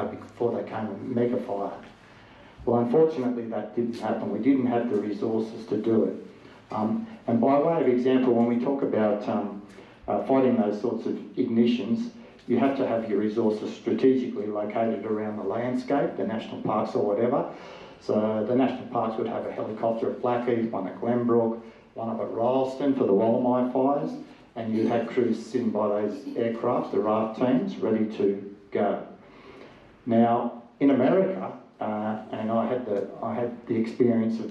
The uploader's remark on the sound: Recorded at the Family Hotel, 15 Parke St, Katoomba on 18th March 2023. Politics in the Pub - Money to Burn was recorded at the Family Hotel, 15 Parke St, Katoomba.